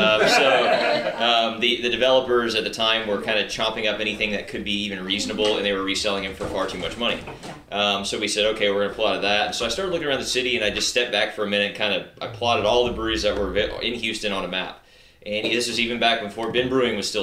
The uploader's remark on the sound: we recorded at Back Pew Brewing in Porter, TX for their 5 year anniversary